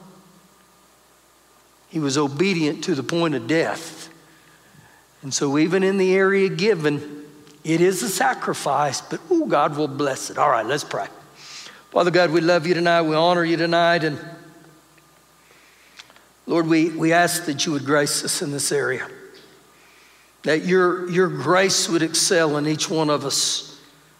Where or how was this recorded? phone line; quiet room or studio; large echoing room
large echoing room